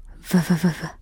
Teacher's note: Thuyền buồm, tắm bơi, làm việc, cắn, tháng 2, lá thư, hoa. Chữ V, đặt răng trên môi dưới, đẩy không khí ra, đồng thời có âm ở cổ.